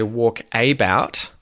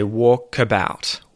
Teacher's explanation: when I say walkabout, I kind of really quickly skip over the A in the middle. · Shown in: second take · So I don't say walkabout, I say walkabout. · Term: schwa vowel sound